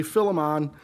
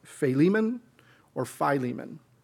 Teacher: the stress would be put on the second syllable of the name · Shown in: second take